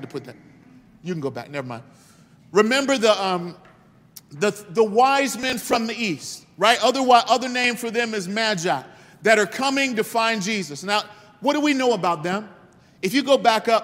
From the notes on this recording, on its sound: This message was delivered on December 4th 2022 at New City Fellowship West End. Louis, MO.